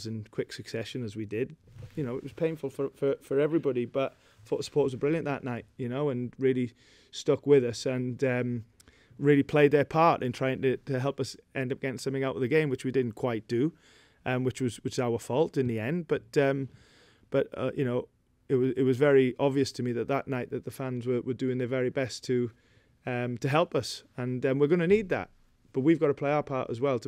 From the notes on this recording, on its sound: Pre Match Press Conference.